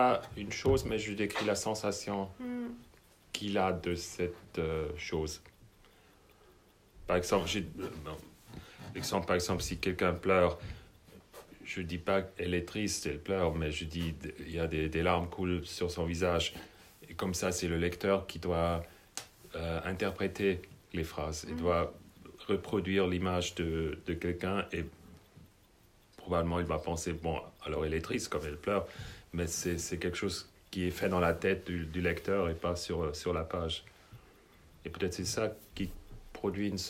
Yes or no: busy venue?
no